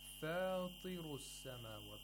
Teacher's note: The ta was pronounced with the lowest level of tafkhim.